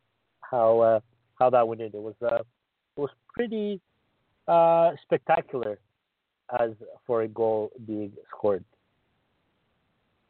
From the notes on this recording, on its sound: We take your phone calls.